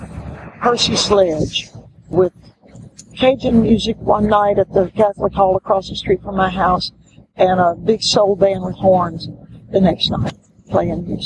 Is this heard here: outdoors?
yes